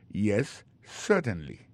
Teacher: accent tombé sur premier syllabe là · Term: accent tonique